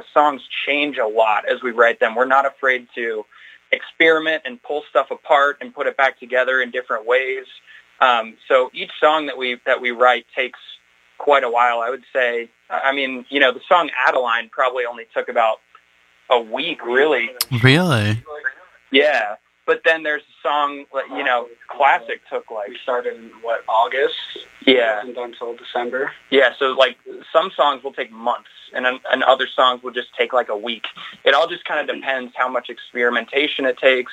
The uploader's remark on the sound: This episode was recorded over the phone in the Radio Free Brooklyn studio in Brooklyn, NY.